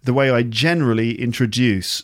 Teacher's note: So absolute and generally, they're both stressed on the first syllable.